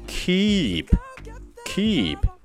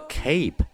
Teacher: 很多人会把长元音的 e 变成 a，就把 keep 读成了 cape